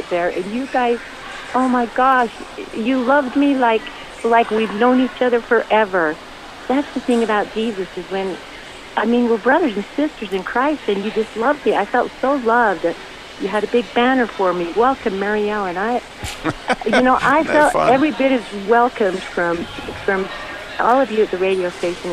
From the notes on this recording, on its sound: Live Today from The Butcher Block in Downtown Winston Salem. Live Today from The Butcher Block in Downtown Winston Salem.